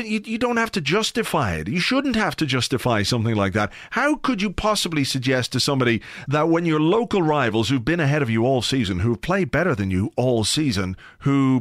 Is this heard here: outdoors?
no